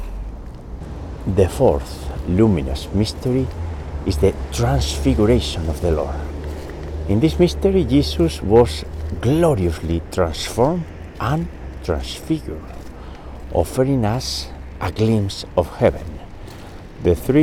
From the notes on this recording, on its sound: We pray today's Luminous Mysteries walking alongside the Charles River in Boston.